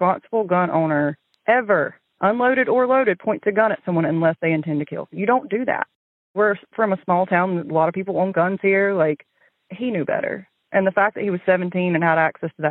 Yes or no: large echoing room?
no